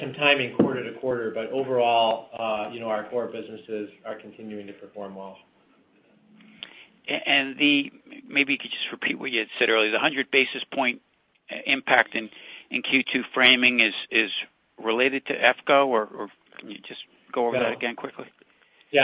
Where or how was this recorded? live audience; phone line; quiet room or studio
phone line